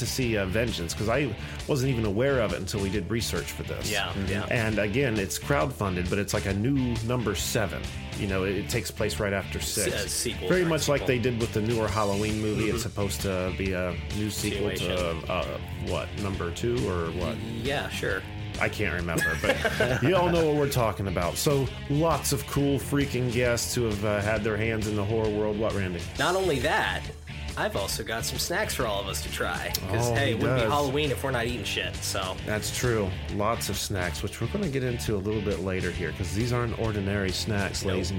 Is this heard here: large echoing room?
no